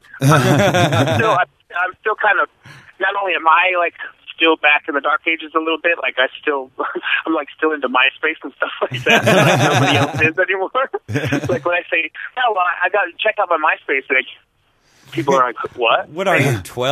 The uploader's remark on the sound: Our first phone interview! Since he couldn't make it in town to the wedding.